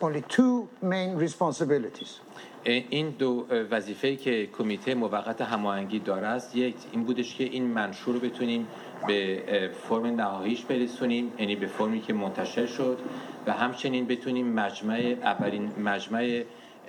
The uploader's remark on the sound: Iran Democratic Transition Conference: Panel introducing the National Council of Iran.